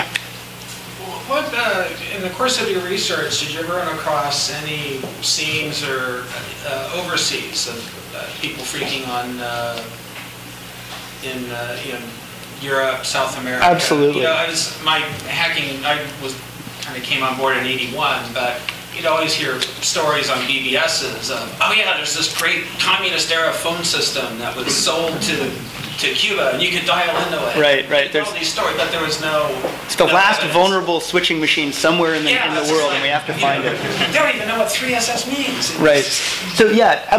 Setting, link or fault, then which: setting, live audience